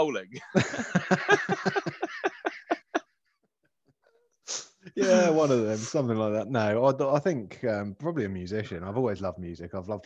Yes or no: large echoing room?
no